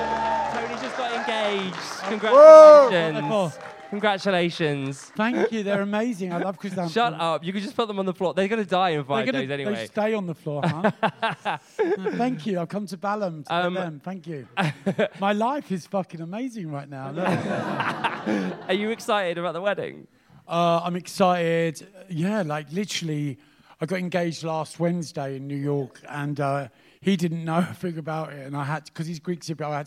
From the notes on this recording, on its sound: Live at Cheerful Earful Festival Part 2.